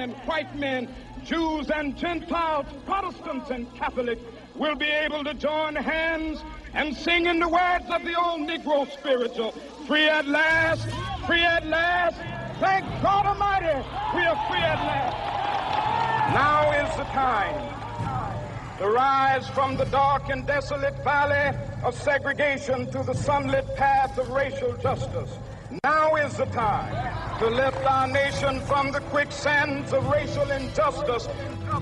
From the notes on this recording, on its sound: Reports live from the Virginia Capitol as thousands peacefully lobby for their gun rights.